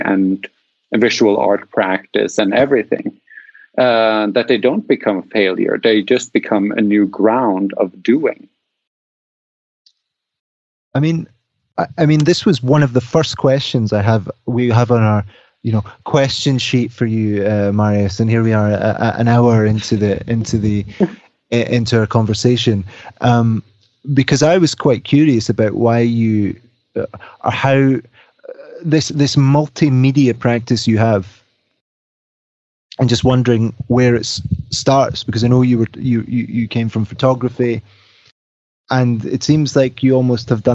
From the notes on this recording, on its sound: We met up. From the failures, errors, glitches and outtakes from our conversation here.